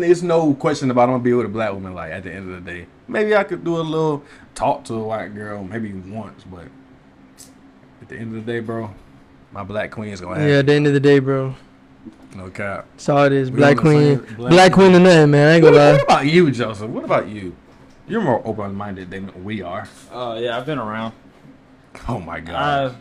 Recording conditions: poor sound quality